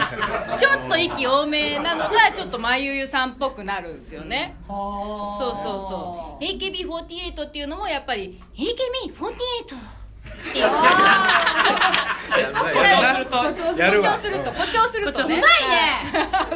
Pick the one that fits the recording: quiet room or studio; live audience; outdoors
live audience